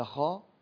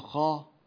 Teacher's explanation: فالاستعلاء حق ومستحقه تفخيم الحرف، فإذا قلت خاء لابد أن يفخم